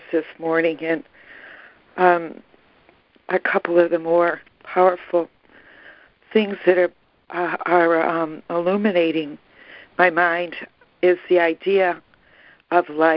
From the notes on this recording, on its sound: ACIM Daily Conference Call